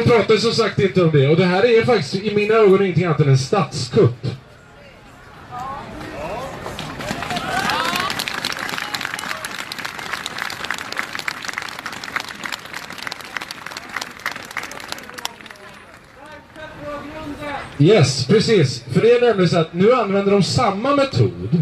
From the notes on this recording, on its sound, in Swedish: På Mynttorget 8 december 2018.